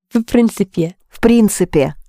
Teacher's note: You'll have е in the ending, but you can't hear it very well.